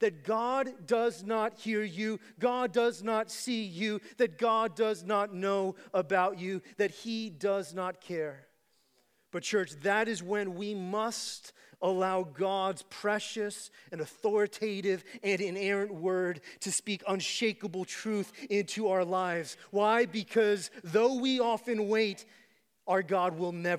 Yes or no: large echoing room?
yes